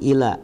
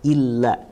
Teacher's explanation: Surat Al-Asr ini bukan ila tapi illa ditekan ya, ditasdidkan illa · Shown in: second take